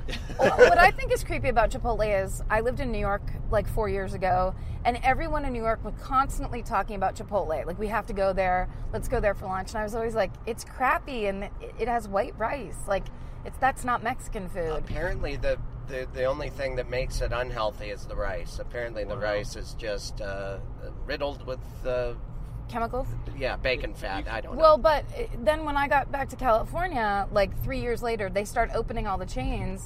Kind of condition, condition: setting, inside a vehicle